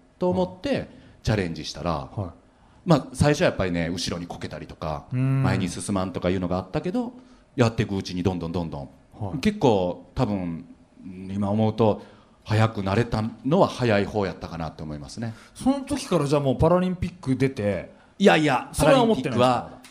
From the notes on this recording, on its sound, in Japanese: 全国5つの会場で行われたイベント。FM FESTIVAL 2018 未来授業 ぼくらの時代の生存戦略。大分会場で行われた特別公開授業の模様をお届けします。